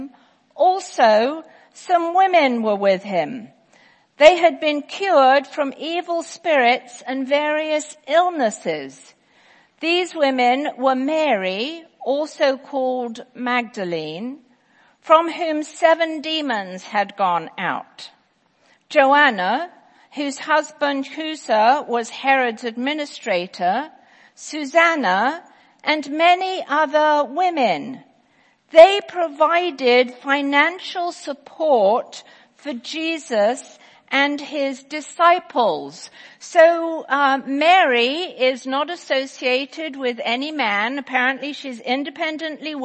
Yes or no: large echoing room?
yes